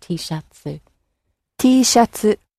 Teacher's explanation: the T sound at the end gets lengthened out into a softer vowel sound